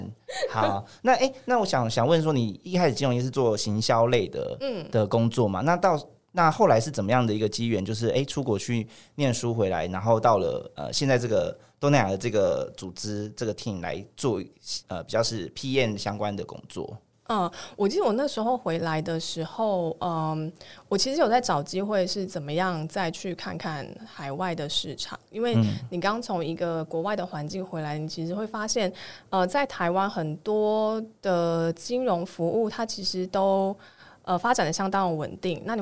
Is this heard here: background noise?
no